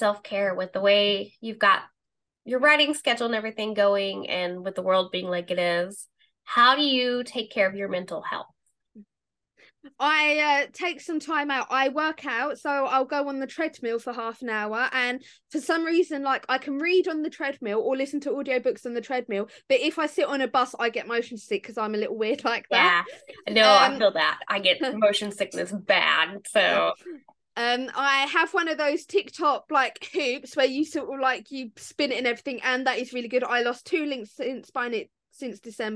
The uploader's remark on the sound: Recorded through Streamyard. YetiBlue microphone used for recording.